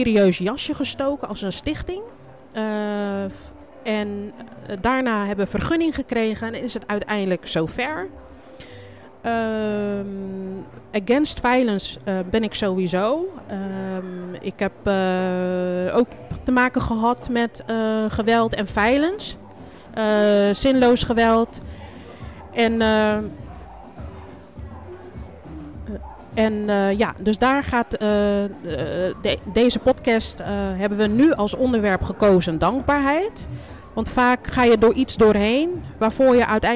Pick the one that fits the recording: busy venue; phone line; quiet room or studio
busy venue